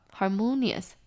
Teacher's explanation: 重音在 mo 的地方